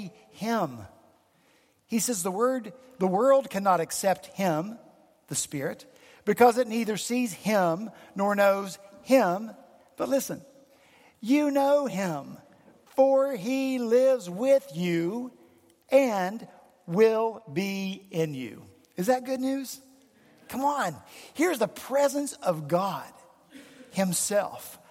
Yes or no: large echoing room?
yes